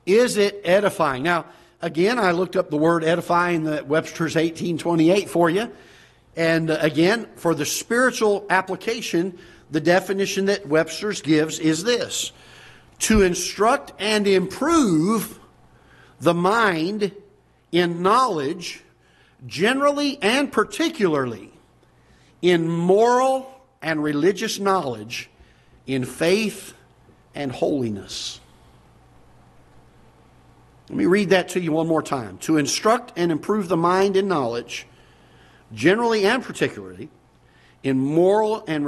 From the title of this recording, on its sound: Ketha Heights Baptist Church ~ Live Broadcast